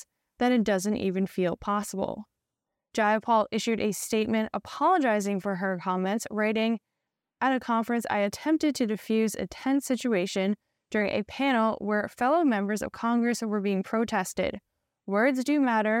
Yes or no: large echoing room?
no